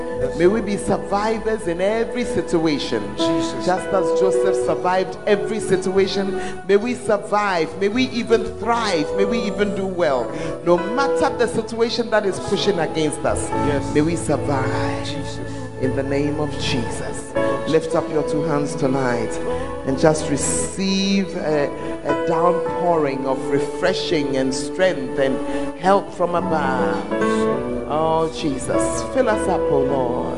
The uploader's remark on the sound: Preached at the Tuesday Service